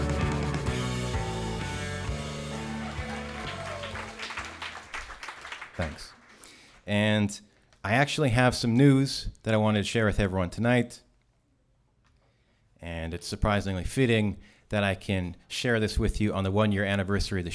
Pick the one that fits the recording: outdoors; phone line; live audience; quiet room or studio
live audience